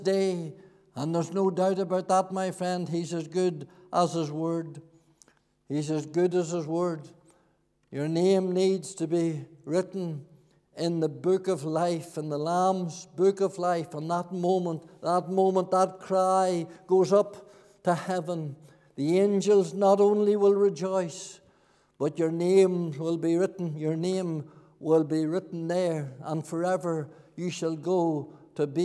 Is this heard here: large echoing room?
yes